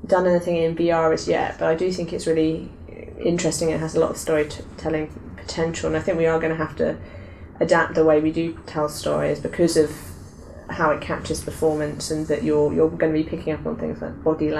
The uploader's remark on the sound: This episode was recorded during Develop:Brighton 2016 - hence the seagulls.